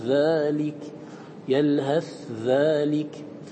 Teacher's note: الثاء من يلهث تظهر عند الذال من ذلك · Term: الإظهار